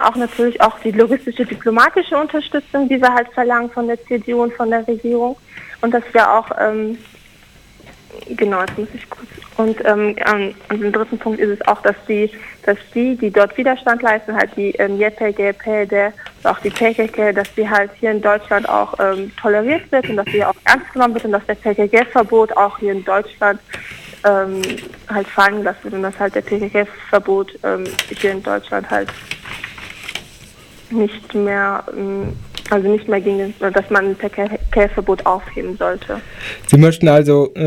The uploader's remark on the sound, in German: Telefoninterview nach der Besetzung mit einer Vertreterin der YXK.